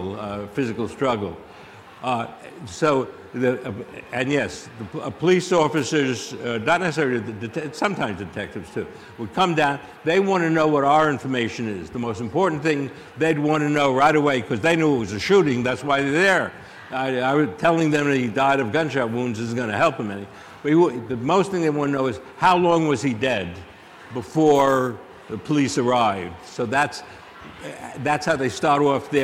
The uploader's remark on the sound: Answers Audience Questions From CrimeCon. Answered audience questions during his live conversation. At this year's CrimeCon in Florida.